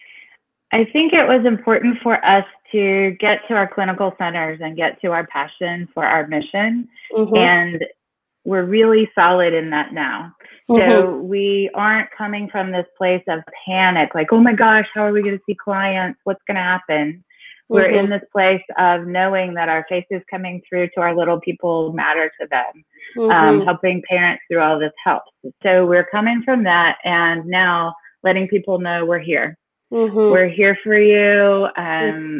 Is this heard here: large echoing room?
no